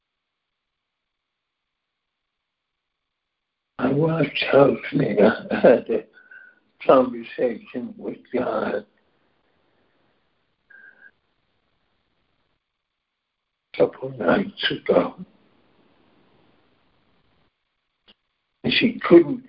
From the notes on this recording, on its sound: ACIM Daily Conference Call